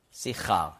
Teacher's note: Und das K weich gibt Ch